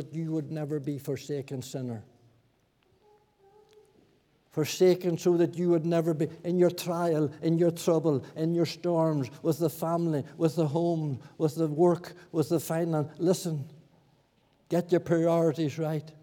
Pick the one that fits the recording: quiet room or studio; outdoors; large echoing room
large echoing room